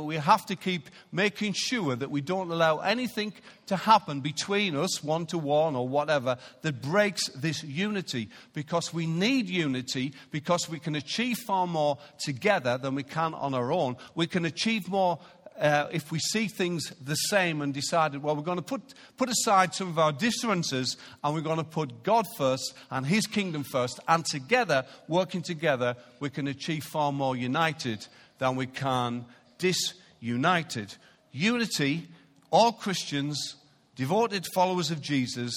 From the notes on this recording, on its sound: Recorded live at Life Church Lancashire on 17th March 2019.